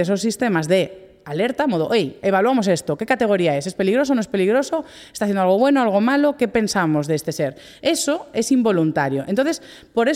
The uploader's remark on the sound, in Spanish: Dataforumjusticia 2023 que se celebró en la Laboral de Gijón. Este episodio se ha grabado en directo en el espacio Ágora.